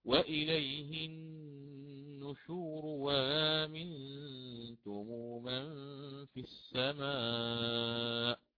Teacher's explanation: وإليه النشور وآمنتم، وانتبهوا لا تأتوا بألف الفصل فتقولوا وإليه النشور وهكذا وآمنتم، هذا خطأ. وآمنتم و الأولى واو مفتوحة خالصة ثم بعدها همز مسهل بين الهمزة والألف